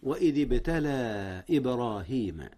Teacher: ابتلى قلقلة جاءت هنا يا أستاذنا، قلقلة الباء وتلتها قلقلة أخرى للباء في الكلمة التالية إبراهيم، ولكن سبق ذلك مد منفصل.